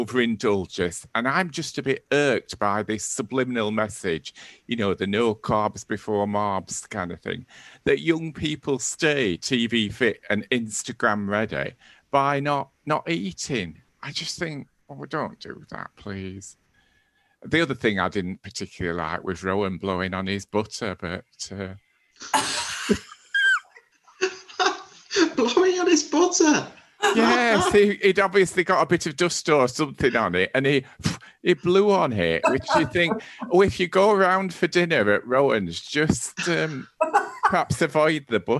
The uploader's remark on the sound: as we recorded this podcast remotely via Zoom.